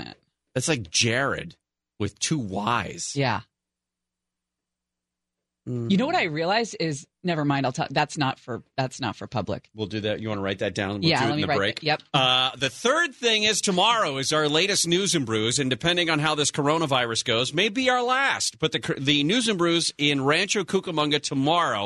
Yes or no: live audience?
no